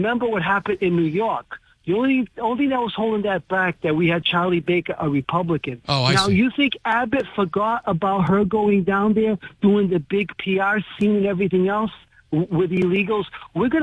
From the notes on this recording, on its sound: take calls from the audience